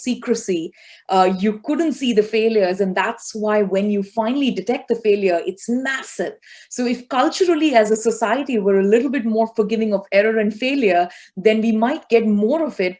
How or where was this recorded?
video call